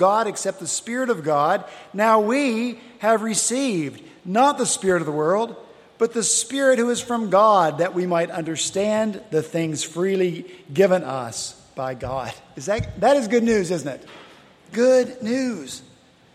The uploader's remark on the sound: at Redeemer Presbyterian Church in Charleston, SC